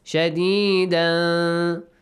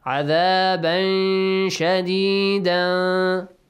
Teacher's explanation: hide the sound of تَنْوِين، but as if the listener understands the letter sheen comes, not any other letter of ikhfa.